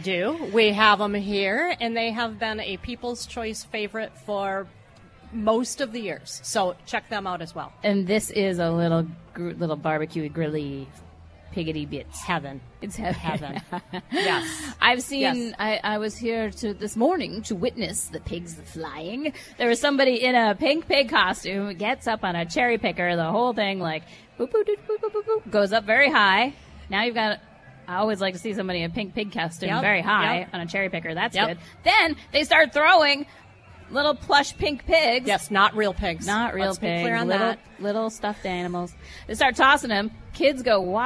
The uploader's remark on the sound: broadcasts live from the annual Bacon Fest in River Falls